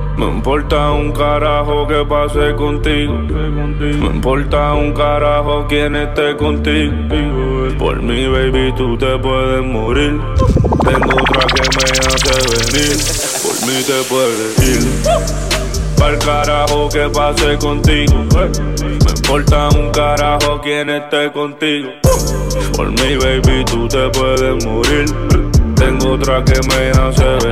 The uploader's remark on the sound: Live At Club Essence